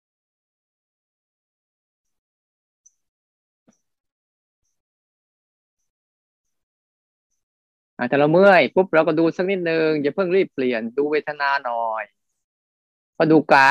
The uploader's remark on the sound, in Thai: คอร์สออนไลน์ (ผ่านโปรแกรม Zoom).